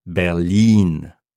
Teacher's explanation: en allemand, la ville de Berlin se prononce avec une voyelle longue à la fin.